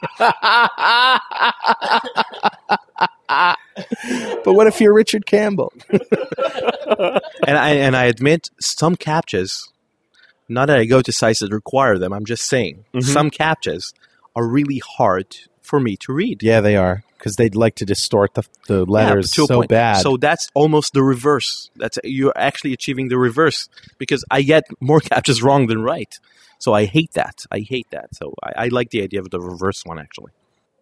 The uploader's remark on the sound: Recorded June 17th in the Fishbowl at the Norwegian Developer's Conference.